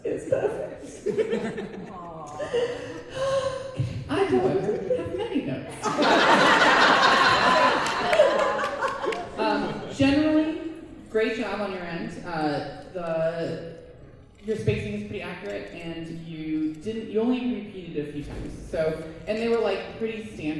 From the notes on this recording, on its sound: Recorded live at Wild Wild West Con 11.